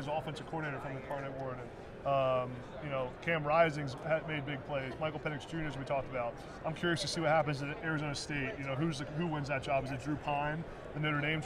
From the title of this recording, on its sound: Live From Super Bowl Radio Row